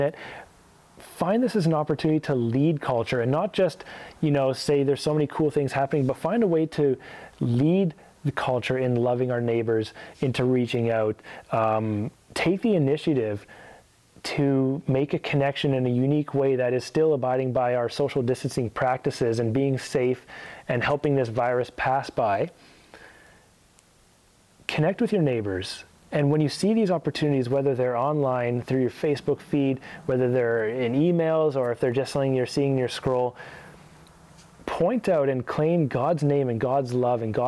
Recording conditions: large echoing room